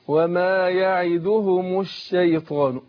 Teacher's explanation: التفشي ماشي بس خفيف يعني